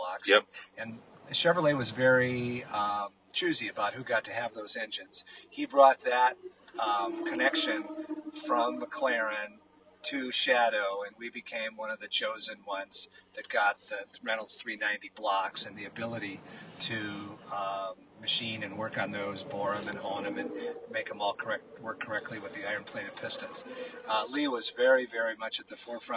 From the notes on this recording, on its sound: joined live at Road America